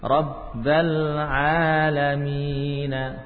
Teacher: Dari ba langsung ke lam, alifnya tidak lagi difungsikan sebagai hamzah, ya. Jadi yang di atas hamzah, di atas alif itu bukan dhammah, bukan harokat, tapi tanda khusus, tanda silah tadi.